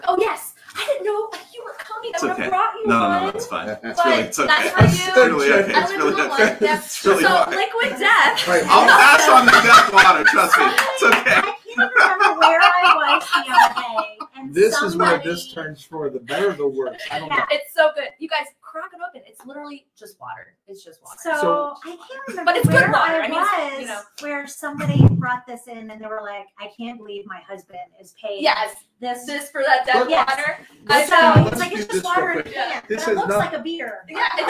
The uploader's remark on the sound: The DOYO Live Marketing Show Presented by Lift Marketing. Live from Stone Fruit Coffee Company in Poland, Ohio.